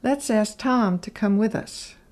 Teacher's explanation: To is usually reduced to a slight T sound.